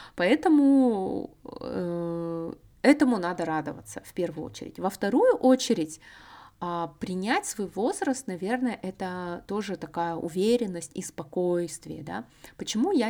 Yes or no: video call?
no